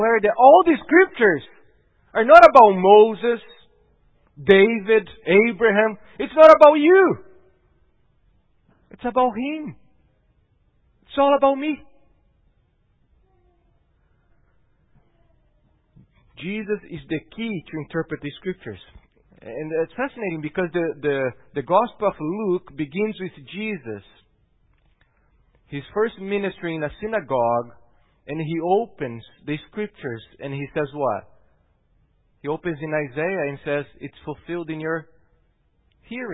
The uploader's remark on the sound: at Gracious Cross Reformed Church Salem on Sunday, November 1st, 2020